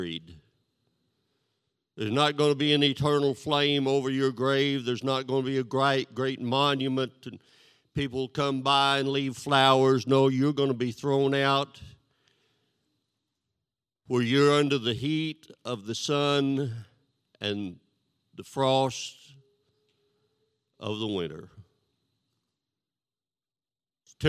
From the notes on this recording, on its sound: This sermon was recorded live on Sunday, August 19th, 2021 at Newark United Pentecostal Church.